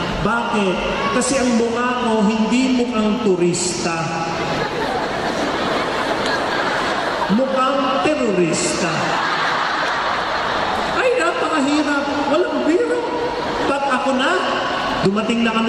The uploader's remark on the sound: This talk was recorded from Rizal Grand Feast 2016